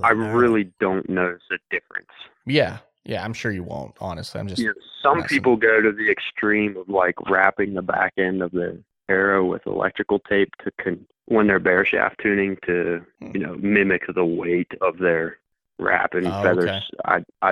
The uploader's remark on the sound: Call-In Listener